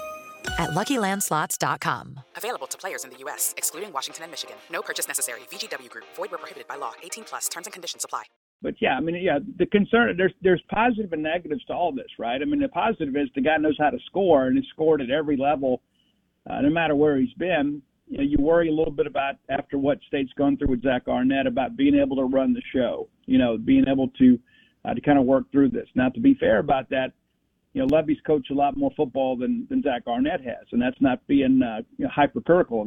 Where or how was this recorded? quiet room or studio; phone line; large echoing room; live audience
phone line